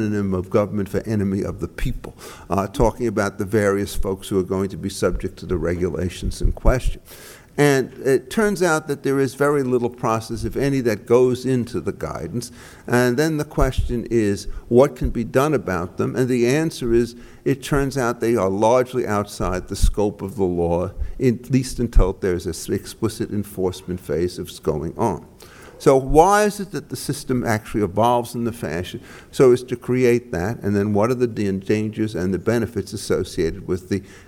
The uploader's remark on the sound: The following is taken from the Regulation and Rule of Law working group, Conference on the Role of Executive Power and Discretion Under the Rule of Law.